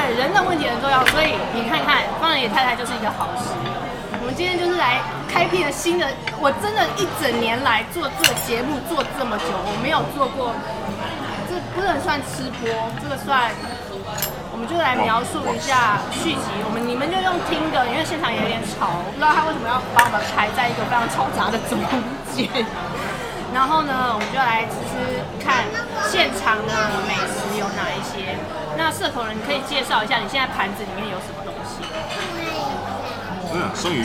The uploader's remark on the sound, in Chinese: 現場有一點吵還請見諒喔!